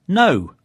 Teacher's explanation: It's spelt K-N-O-W, but we don't say the letter K, so it isn't cano, but no